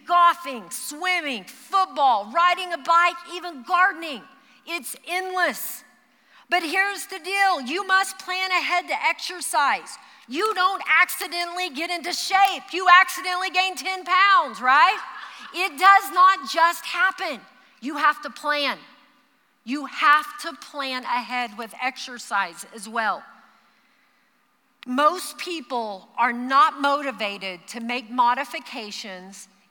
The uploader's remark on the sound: Recorded live during our Wednesday night service